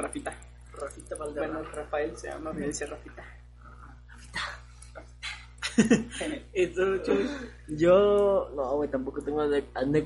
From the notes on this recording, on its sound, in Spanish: Lamentamos el sonido de fondo, prometemos mejorar el audio.